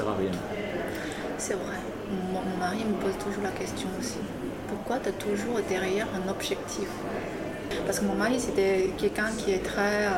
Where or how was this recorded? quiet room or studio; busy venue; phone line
busy venue